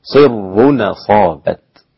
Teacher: لكن حمزة إذا وقف على كلمة أصابت أيضا تميز عن ورش، لأن حمزة لا يرقق الراء، فأصبحت صر أصابت بتغليظ الراء